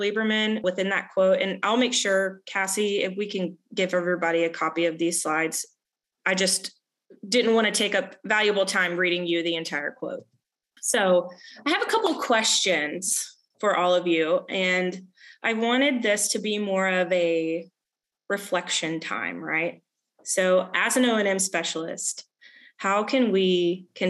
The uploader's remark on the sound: The replay of the free live training webinar that we held last week. We also have a short Q&A session by the end of the webinar.